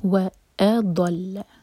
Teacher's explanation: وأضل، واو کے لیے ہوٹ کول، اس کے بعد حمزہ کا cut off sound. وأضل، a light, ضاد ہیوی، لام لائٹ